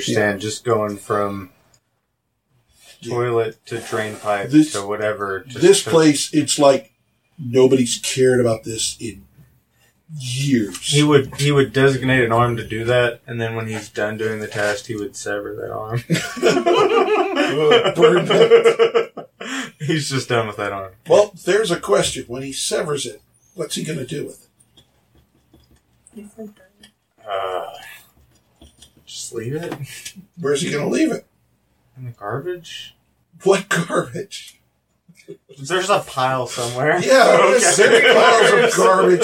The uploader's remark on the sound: My editing is getting better but the sound quality was terrible on the raw recording.